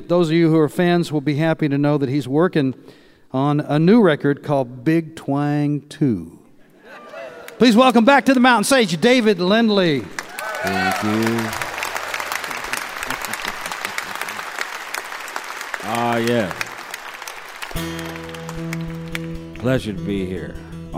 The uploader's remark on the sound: On Mountain Stage. Recorded live at West Virginia University in Morgantown, West Virginia.